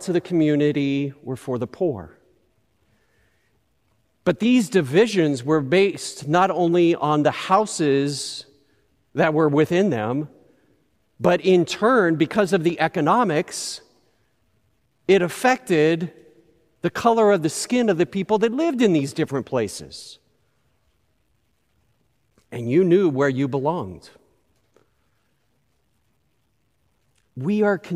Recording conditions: large echoing room